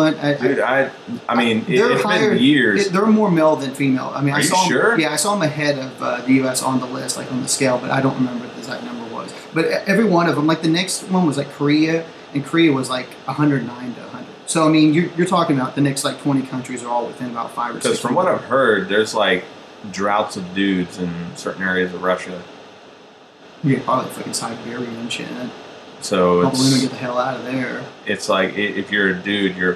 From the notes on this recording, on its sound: We had Major Technical Difficulties, and the sound quailty is awful.